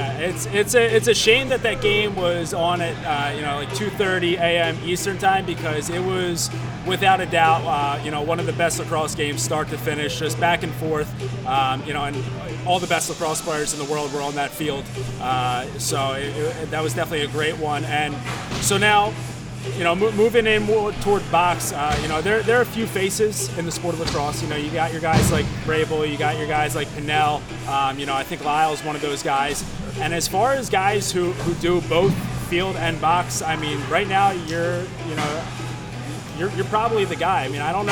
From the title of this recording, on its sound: Live From The 2018 LASNAI